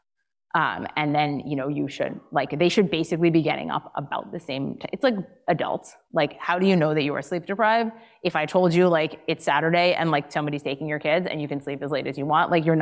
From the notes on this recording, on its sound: Today’s episode is an audio recording from one of my recent appearances in Montclair, New Jersey. It was an amazing night.